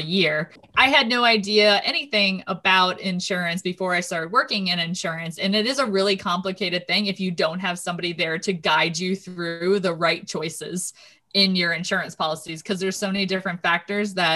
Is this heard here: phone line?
no